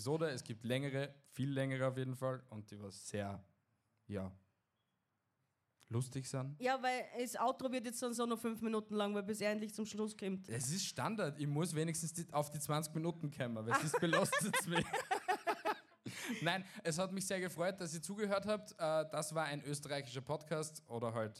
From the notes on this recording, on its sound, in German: LIVE vom Podfluencer Festival: Die Österreicher bei den Deutschen! Direkt vom Podfluencer Festival mit einer speziellen LIVE-Episode.